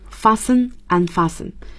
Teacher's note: 那么解开叫 unfasten。这个 t 是不发音的。